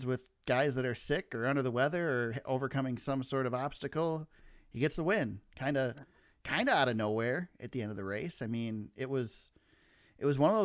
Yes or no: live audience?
no